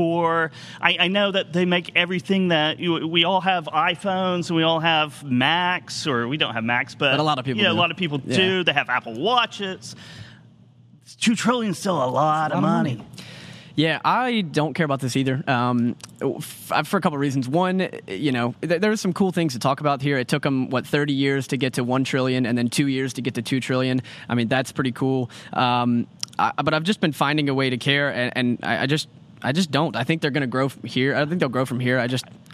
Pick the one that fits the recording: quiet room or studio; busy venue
busy venue